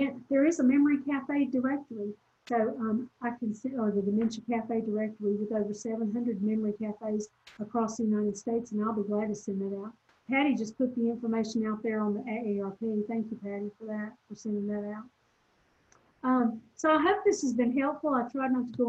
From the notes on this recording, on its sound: This recording is from a Zoom presentation